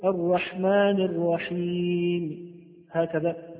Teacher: نأتي ببعض الحركة الرحمن الرحيم هكذا، هذا هو الروم، وهو يسمعه القريب دون البعيد، يكون الروم في المكسور والمرفوع.